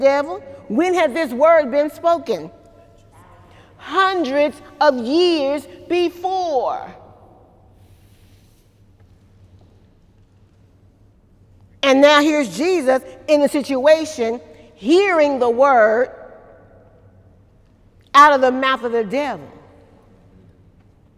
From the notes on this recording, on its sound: During Wednesday night service